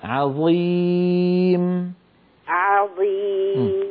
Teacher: رقق العين في عظيم وفخم الظاء